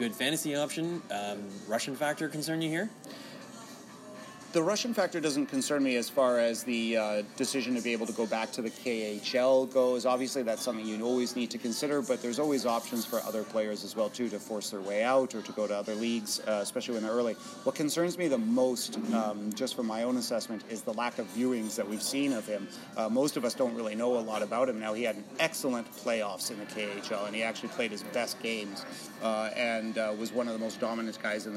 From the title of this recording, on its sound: Live from the NHL Draft